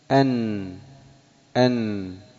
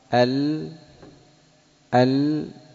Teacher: لو قلت ال ثم قلت أن تجد أن النون أسفل، أنها تحت مخرج اللام وأن اللام أرفع